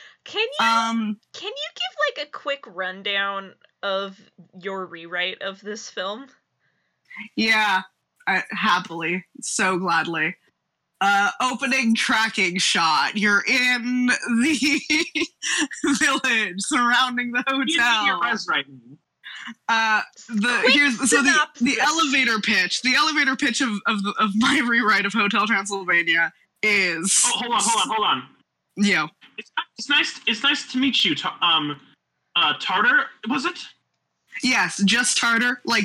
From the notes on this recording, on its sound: Apologies for audio issues in this first episode.